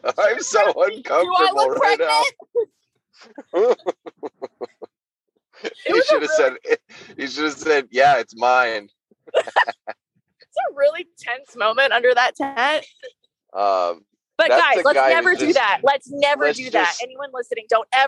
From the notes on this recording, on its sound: The best we could do was hop on an episode while driving home from the Culture Hot Sauce Farmers Market booth.